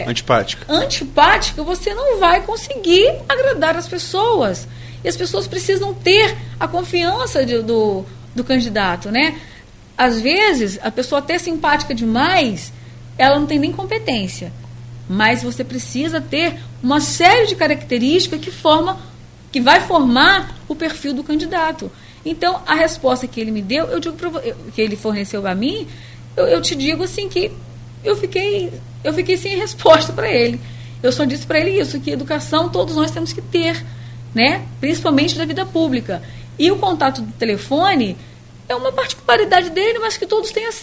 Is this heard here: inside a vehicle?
no